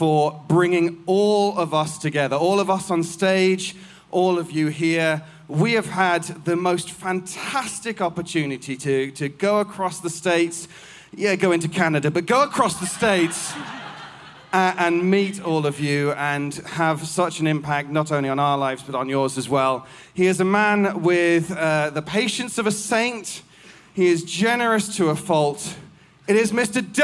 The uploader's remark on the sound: This special hiatus episode features the performance from our Halloween Live Tour at The El Rey Theatre in Los Angeles, California on October 31, 2019. Halloween Live at The El Rey Theatre. This special hiatus episode features the performance from our Halloween Live Tour at The El Rey Theatre in Los Angeles, California on October 31, 2019.